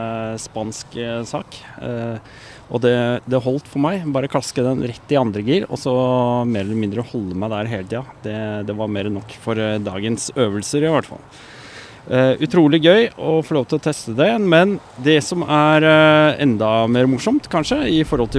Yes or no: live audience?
no